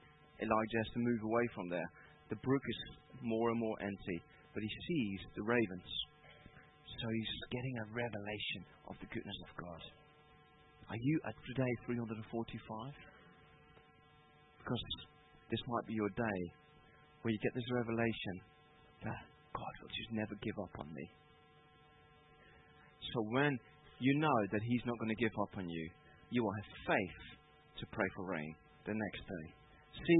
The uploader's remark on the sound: Part of the Rising Tide conference at Emmanuel Church, from Sunday 1st December, 2019.